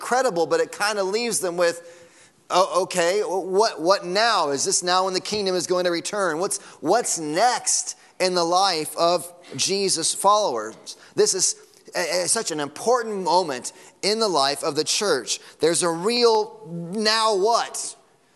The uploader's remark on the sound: Sunday Morning Sermon Audio.